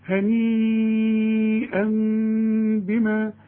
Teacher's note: مد أربع حركات لأنه بعد المد همزة، هنيئا بما كنتم تعملون، حروف مرققة.